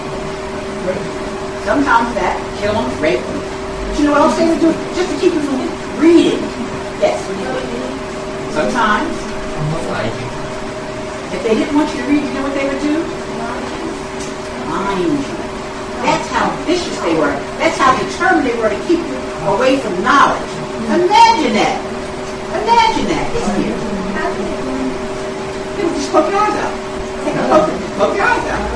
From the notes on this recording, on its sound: The Civics Mathematics and Science Charter School in Philadelphia visited the Lest We Forget Slavery Museum also located in Philadelphia. This is the audio of that tour conducted by the co-founders of the Lest We Forget Slavery Museum.